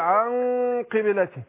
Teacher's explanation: النون الساكنة جي بعدها القاف من حروف الاستعلاء ومن حروف ايضا الاخفاء فبفخم الغنة عند حروف الاستعلاء